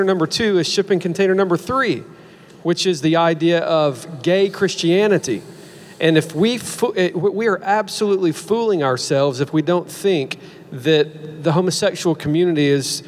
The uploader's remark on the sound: This panel discussion took place on January 16, 2019 at the Sovereign Nations 'Social Justice & The Gospel' Conference in Atlanta, Georgia. Preceding the G3 Conference.